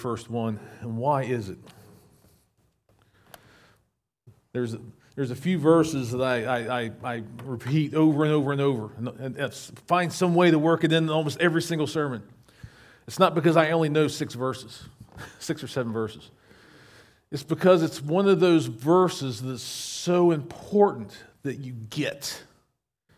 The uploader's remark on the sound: recorded at Shenandoah Valley Baptist Church on Aug 13, 2023